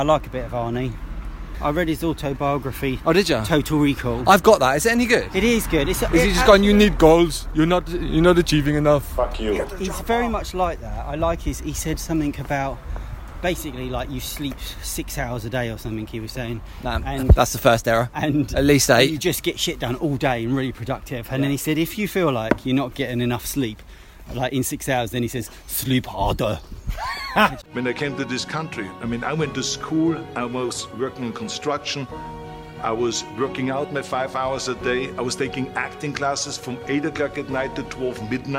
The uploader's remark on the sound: quick, heavy breathed walking tour of the English town of Bristol